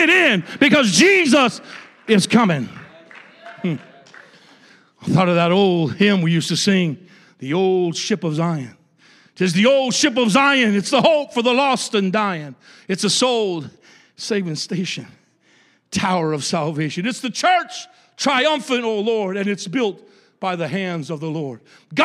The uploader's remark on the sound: a service recording from Connect Point UPC